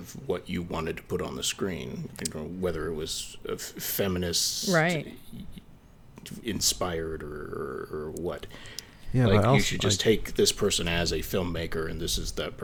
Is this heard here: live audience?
no